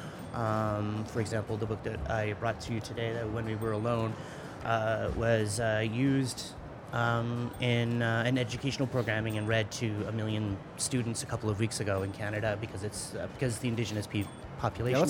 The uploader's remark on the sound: Live Interview from SIBF 2022.